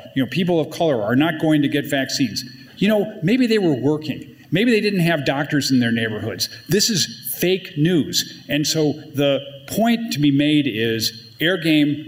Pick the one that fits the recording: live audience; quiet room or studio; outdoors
live audience